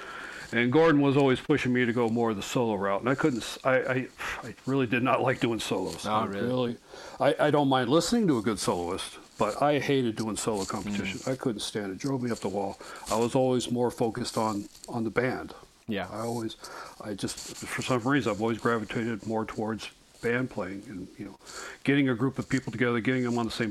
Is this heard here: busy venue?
no